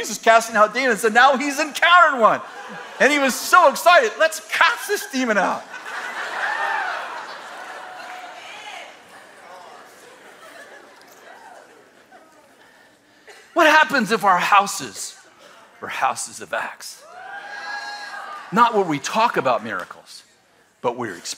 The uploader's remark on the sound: In this throwback message from December 12th, 2017 at Bethel Church in Redding CA.